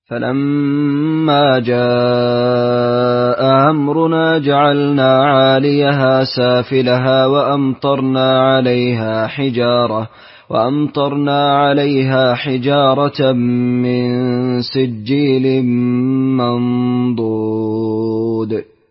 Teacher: بتوسط جاء وتسهيل الهمزة الثانية بين موافقة لورش في مذهبه بالهمزتين.